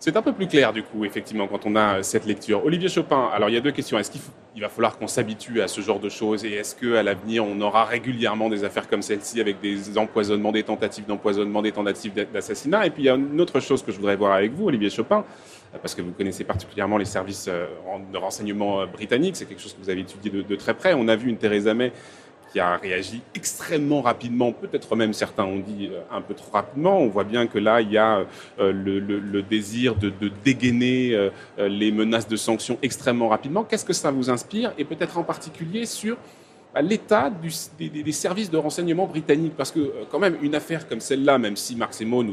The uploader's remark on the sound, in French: En direct du Salon du Livre